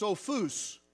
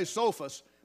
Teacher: it's pronounced Sophos, with the emphasis on the last syllable · Shown in: first take · In English, we say Sophos, but it's spelt the exact same way.